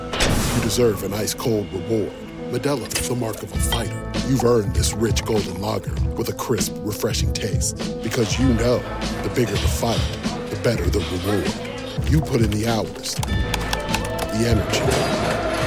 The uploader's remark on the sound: live from Target Center